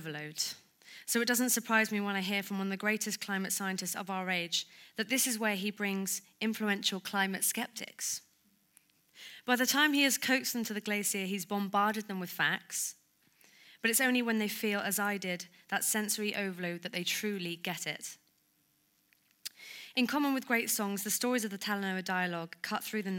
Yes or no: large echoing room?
yes